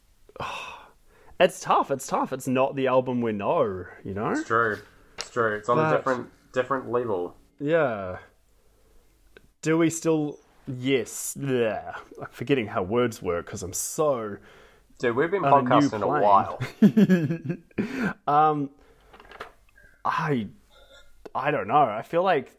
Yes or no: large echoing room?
no